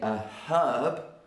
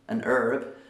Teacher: Whereas me as a Brit, I say a herb. And so because I say the H, in Britain we say a herb, whereas an American would say an herb.